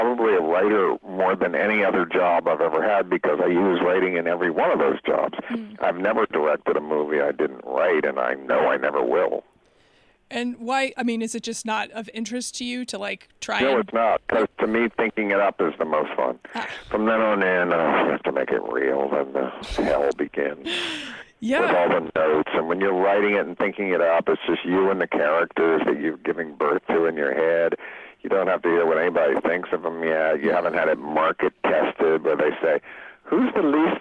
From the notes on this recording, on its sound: called in from his home in Baltimore